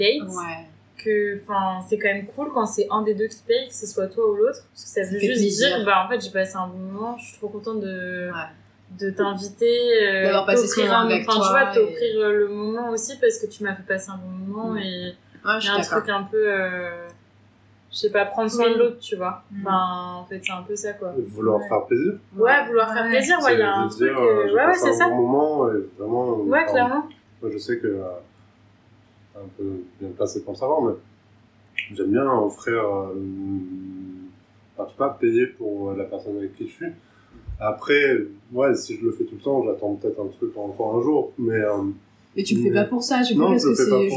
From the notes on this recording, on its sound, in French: on s'excuse pour le bruit du frigo en fond, les aléas de la prod en roue libre à l'Iphone